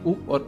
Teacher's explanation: कंठ है आपका अ का उच्चारण वेलर, और ऊ का उच्चारण है ओष्ठ। होठों को घुमाइए